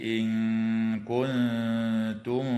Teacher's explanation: وتخفى النون الساكنة عند الكاف وعند التاء في قوله تعالى إن كنتم